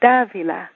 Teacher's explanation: In Spanish, when there's an accent on a letter, it means you emphasize that letter. So because in my name there's an accent on the first A, you say Davila. If there wasn't an accent, you'd say Davila.